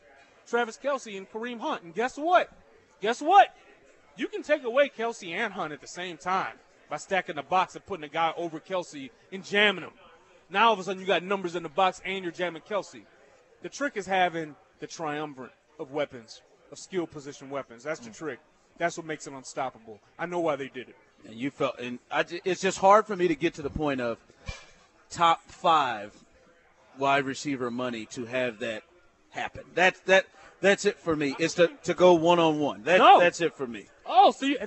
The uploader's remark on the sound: LIVE from Nick and Jake's in Overland Park